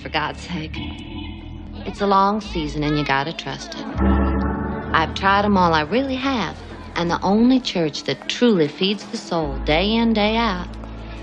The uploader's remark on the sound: An audio montage captured at the 2023 Sandlot Revival in Durham, North Carolina. An audio montage captured at the 2023 Sandlot Revival in Durham, North Carolina.